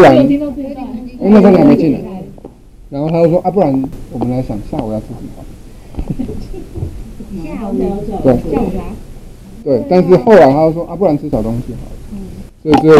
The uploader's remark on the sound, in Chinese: 收音有點不佳